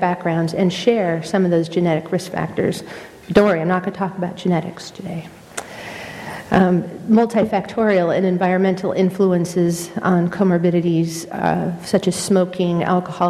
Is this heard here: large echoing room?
yes